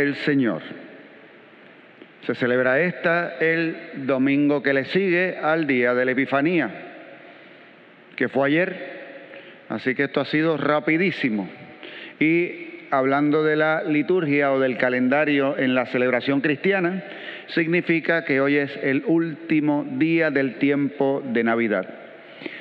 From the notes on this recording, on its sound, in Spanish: Grabada en la celebración eucarística dominical en nuestro Santuario